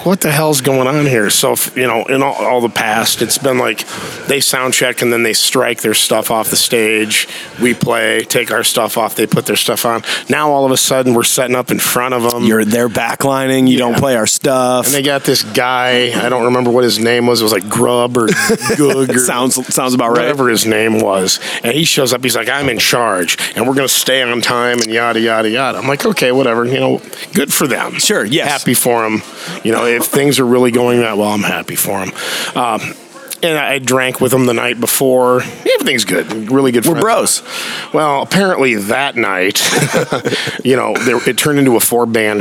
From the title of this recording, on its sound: Live from the Eagles Club